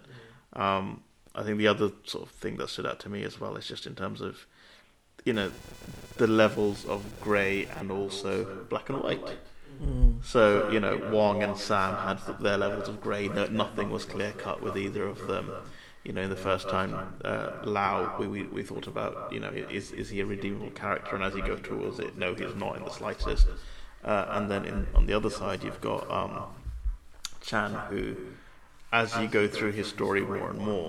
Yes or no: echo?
yes